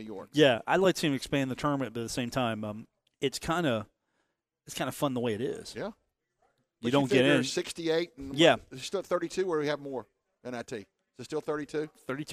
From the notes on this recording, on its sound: Broadcast live from The Union Pub and Grill in Huntington.